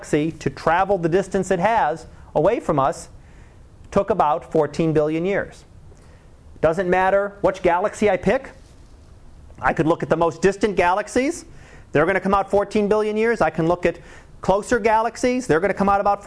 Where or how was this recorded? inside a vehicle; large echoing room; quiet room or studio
large echoing room